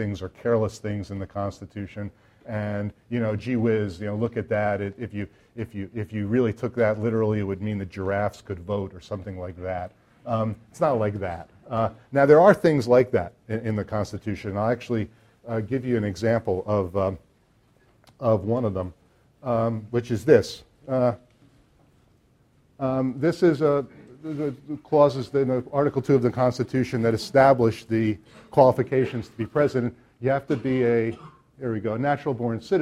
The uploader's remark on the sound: This talk was recorded on February 26, 2014, as part of the Chicago's Best Ideas Lecture Series